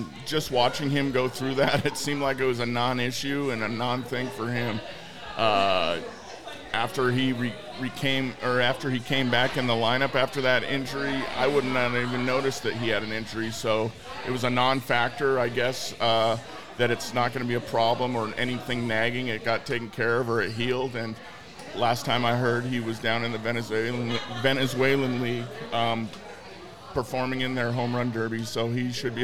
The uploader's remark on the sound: Recorded at Murphy's Pub in Wallingford!